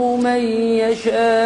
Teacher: نسكن في الياء إضغام ناقص بغنة